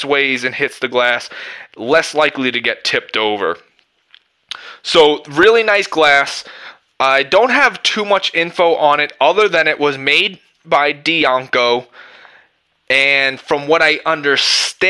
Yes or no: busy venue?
no